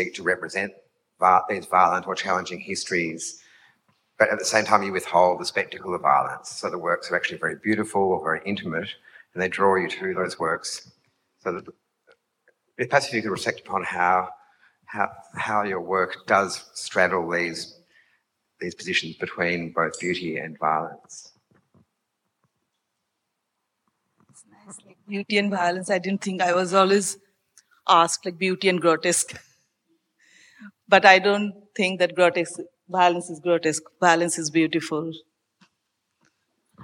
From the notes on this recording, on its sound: This conversation was recorded at ACCA on Monday 24 April, 6–7pm. Free event.